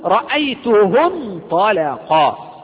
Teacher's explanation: إذن الألف سقطت حينما كانت في وسط الكلام، لا تنطق أصلا، لا تنطق. · Term: همزة وصل